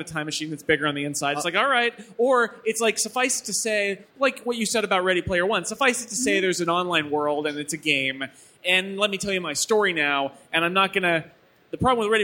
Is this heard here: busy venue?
yes